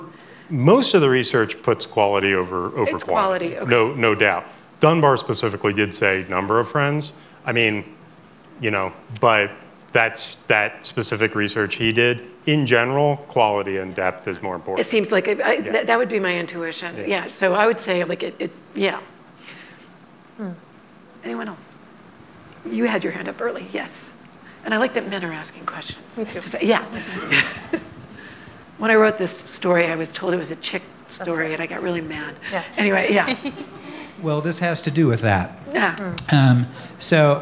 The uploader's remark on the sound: this panel from the 2022 Aspen Ideas Festival